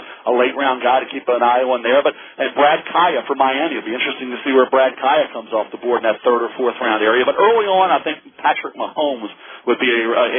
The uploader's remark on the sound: this media conference call